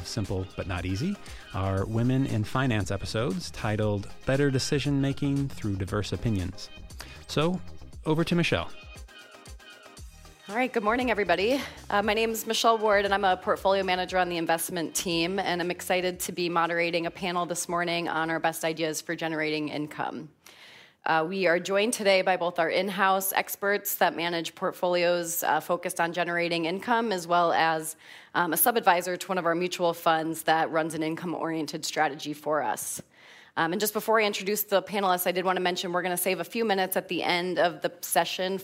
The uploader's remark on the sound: This episode continues our series of panel discussions from a recent event we sponsored in Chicago.